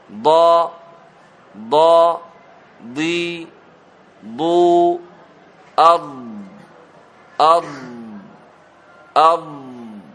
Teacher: والضاد من حافته من حافته من حافته يعني من حافة اللسان